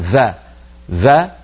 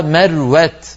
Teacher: إخواننا الأتراك في لسانهم يخلطون لما ينطقون حرف الواو يخلطونه بالفاء · Shown in: first take · بحرف في، مثلا يقولون فا فا، يعني عندهم وا، إذا أرادوا أن يقولوا وا يقولون فا، هذا بالكلام التركي.